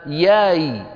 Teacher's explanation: بعض المناطق مثلا الجيم يقلبونها ياء